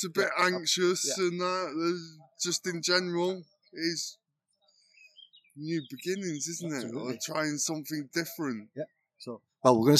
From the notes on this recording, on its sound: This is my first ever field recording of a podcast. I travelled to Leiscester to Turtle Lodge Healing.